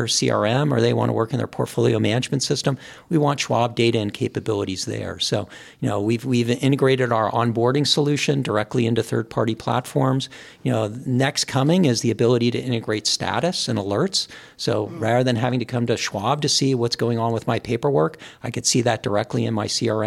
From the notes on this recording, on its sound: Reporting from the Technology Tools for Today conference in Denton, Texas